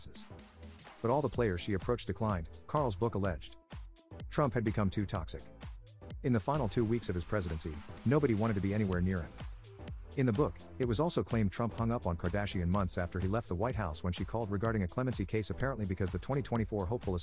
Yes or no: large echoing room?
no